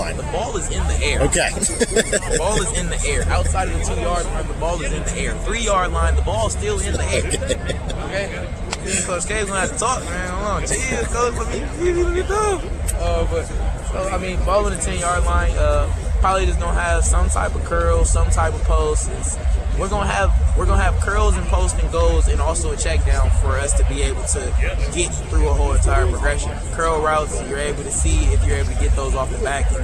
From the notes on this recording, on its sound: The start of Big 12 Football Media Days live from Dallas. Live from Big 12 Media Day.